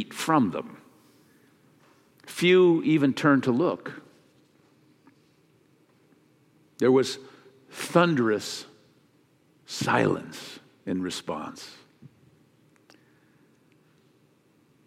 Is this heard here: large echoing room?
yes